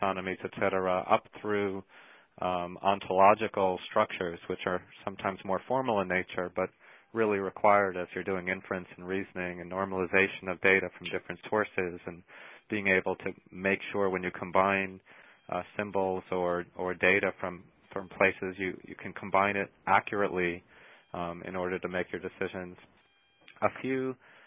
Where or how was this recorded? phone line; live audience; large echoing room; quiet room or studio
phone line